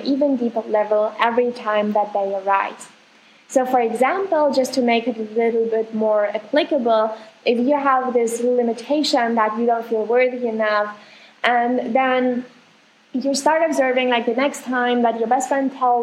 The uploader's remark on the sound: I want to excuse myself for the sound quality of this episode